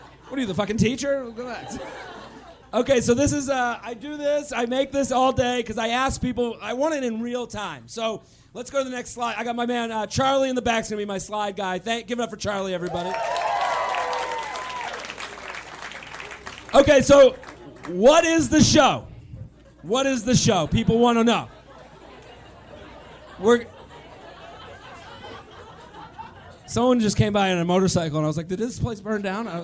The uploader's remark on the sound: LIVE From Zanies In Chicago